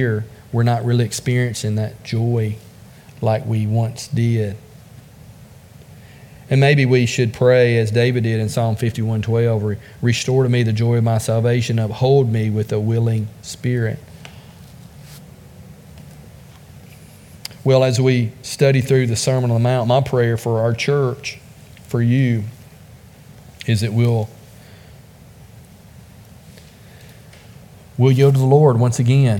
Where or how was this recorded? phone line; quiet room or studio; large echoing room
large echoing room